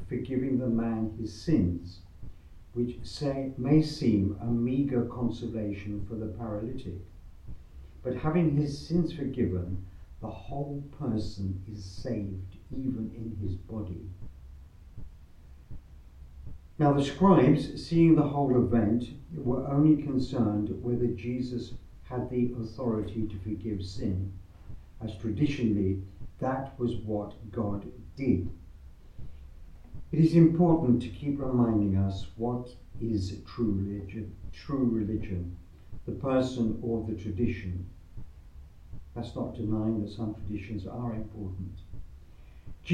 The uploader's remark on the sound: Recorded live at Southgate House.